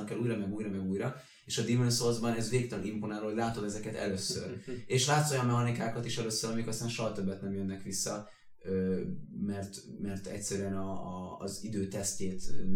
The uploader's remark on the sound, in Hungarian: Az adás az utolsó felvétel volt a régi helyszínen, azért az üres háttér, és az esetleges hangvisszhang, ezért elnézést